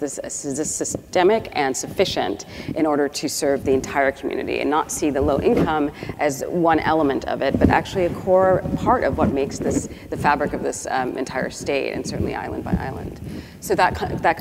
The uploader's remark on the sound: The best of live interviews from GreenBiz events.